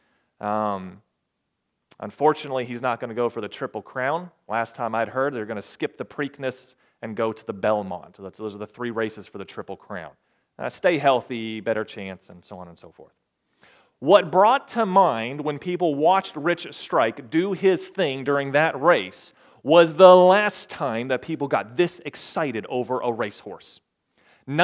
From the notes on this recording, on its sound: At the Ringgold Seventh-day Adventist Church.